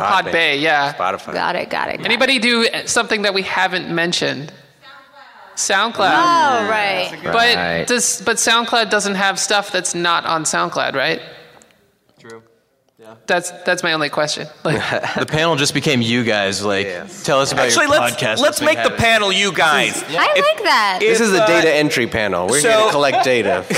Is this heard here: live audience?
yes